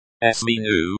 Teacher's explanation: Sminu, stress on the first syllable.